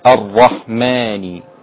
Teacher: الرحمن الرحيم، الراء مفخمة وليست مرققة